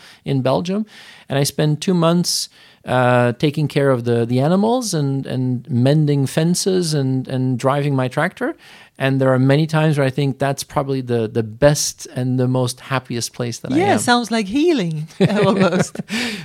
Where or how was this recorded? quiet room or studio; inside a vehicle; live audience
quiet room or studio